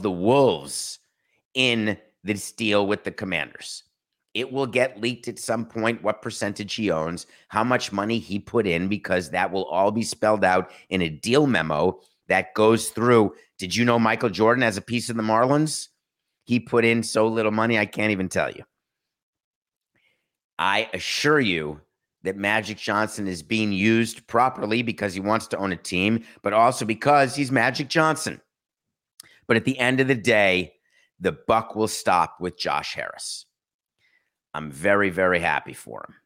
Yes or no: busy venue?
no